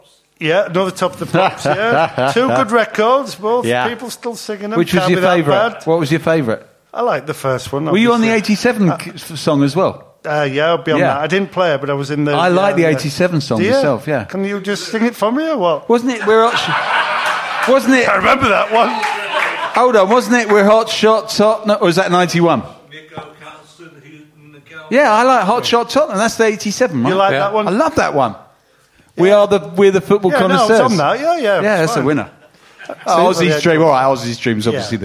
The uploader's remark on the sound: Recording live from the Albany on Great Portland St